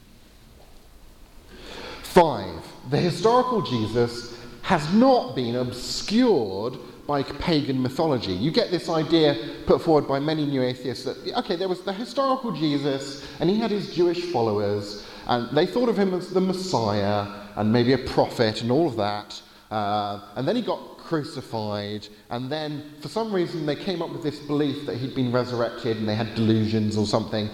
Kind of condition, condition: setting, live audience